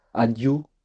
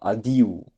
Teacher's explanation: l'accent tonique est sur le i · Shown in: second take